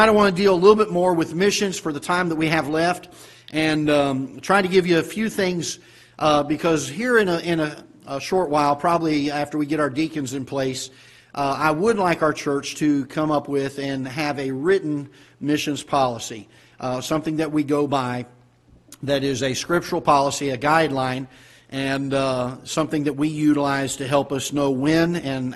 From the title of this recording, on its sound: Ketha Heights Baptist Church ~ Live Broadcast